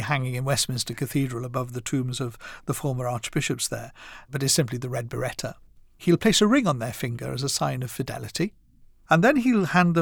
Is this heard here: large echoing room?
no